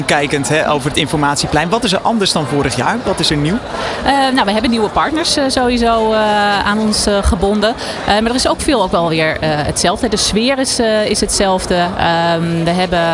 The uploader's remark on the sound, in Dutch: Vanaf de locatie, Hart van Holland in Nijkerk, deed De Ondernemer live verslag van hét evenement voor zelfstandig ondernemers.